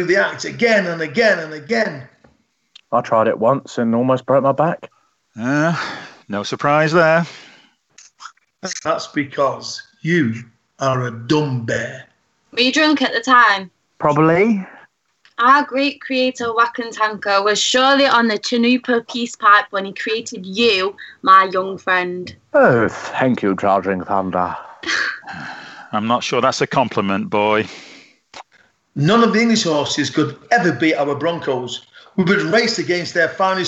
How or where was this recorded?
video call